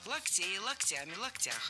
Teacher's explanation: А во множественном ударение переносится на окончание